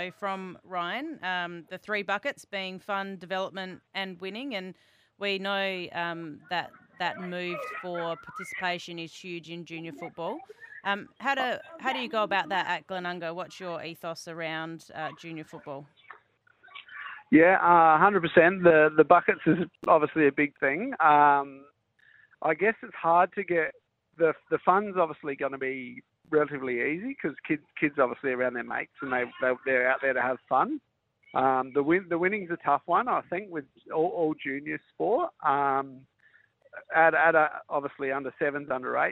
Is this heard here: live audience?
no